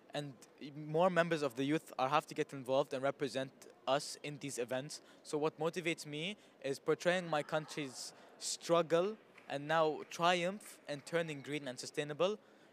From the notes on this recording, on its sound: Earth Day Live From COP26